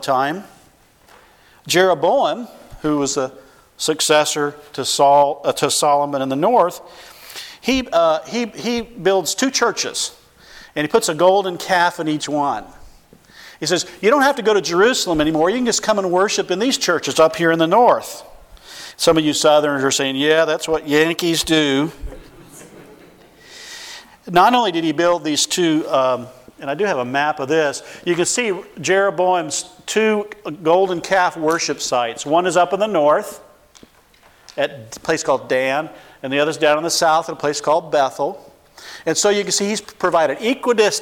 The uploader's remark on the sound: 2015 Missions Conference: Friday Evening Session